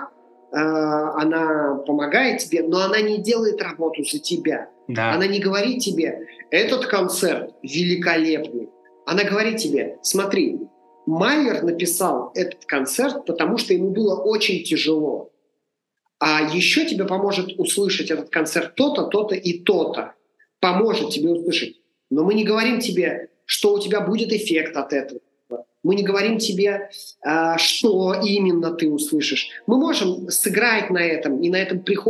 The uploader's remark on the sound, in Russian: Простите, пожалуйста, за звук Записывали дистанционно из разных городов, больше так не будем!